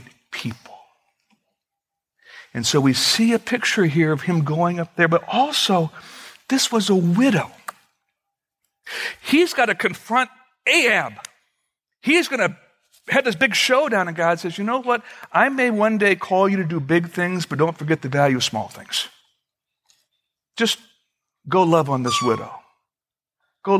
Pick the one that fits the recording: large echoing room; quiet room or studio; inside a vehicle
large echoing room